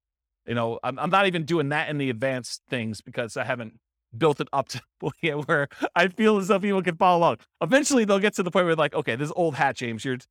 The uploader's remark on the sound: This was a live class recorded